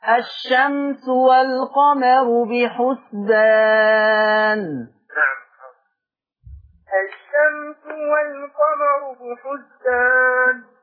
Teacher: انتبه إلى الميم في لفظ الشمس، انتبه أن هذه الميم ميم مظهرة، ليس فيها غنة، ليس فيها كمال الغنة، خلينا نكون دقيق، ليس فيها كمال الغنة، إنما فيها أصل الغنة.